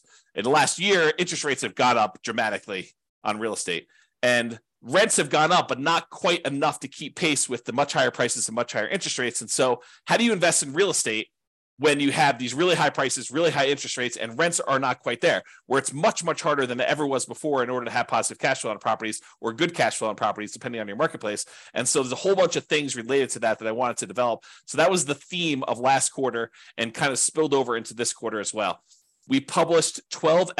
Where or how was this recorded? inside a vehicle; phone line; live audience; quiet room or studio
quiet room or studio